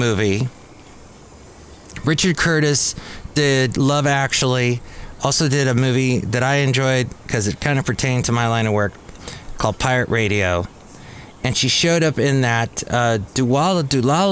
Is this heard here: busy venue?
yes